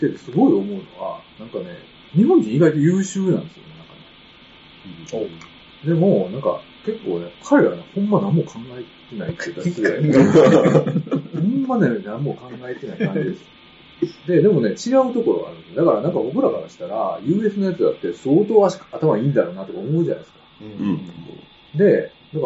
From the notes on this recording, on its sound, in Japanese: 録音環境が悪くてちょっと聴き取りづらいですね。ごめんなさい。